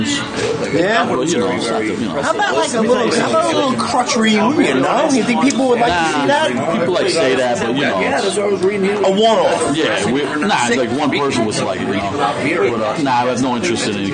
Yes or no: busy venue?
yes